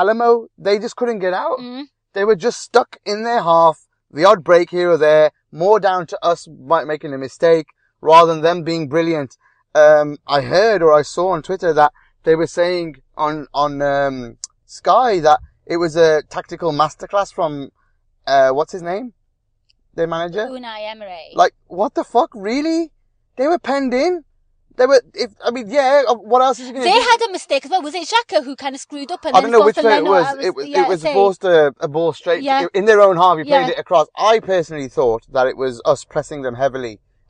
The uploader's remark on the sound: Post Match Car Pod